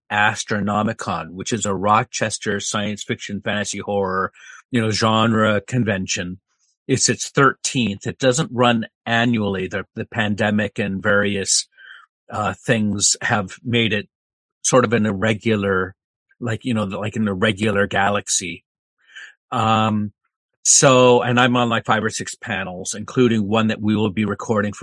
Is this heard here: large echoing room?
no